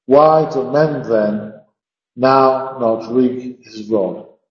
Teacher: Because we have men and then, which rhyme, we have now and not, which rhyme, and we have wreck and rod, which rhyme, it looks like what Gerard Manley Hopkins really wants is five stressed syllables continuously. In order to do that, we have to almost slow the sentence down to a stop.